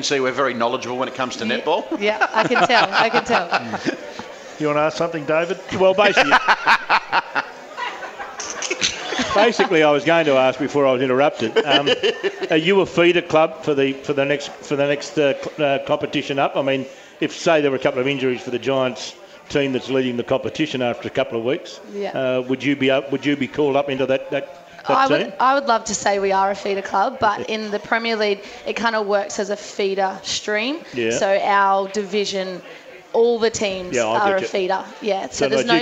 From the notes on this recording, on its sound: joined on stage at Wenty Leagues